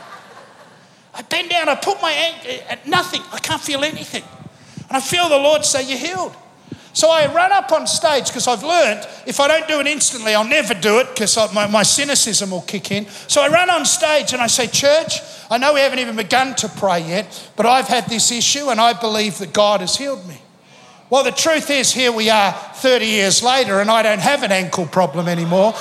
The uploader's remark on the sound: Recorded live at Planetshakers Church (Melbourne) on Sunday 5th of November 2023.